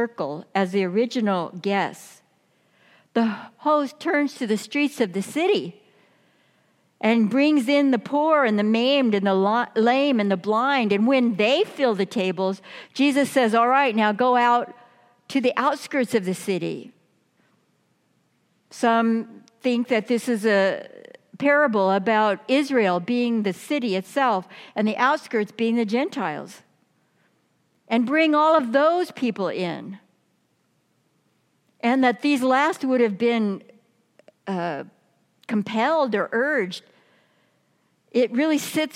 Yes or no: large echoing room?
yes